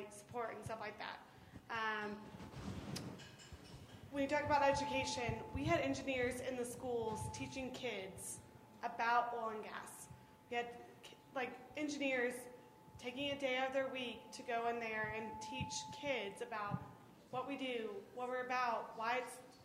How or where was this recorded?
busy venue